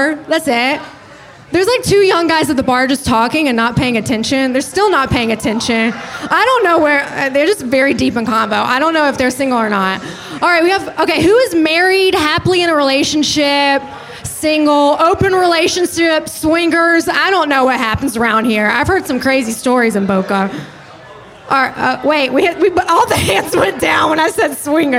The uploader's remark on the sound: Goes live from Biergarten in Boca Raton, Florida. Went live solo at the bar here in Florida.